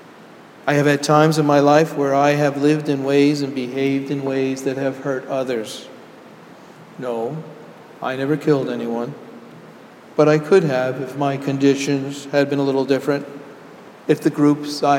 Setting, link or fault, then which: setting, large echoing room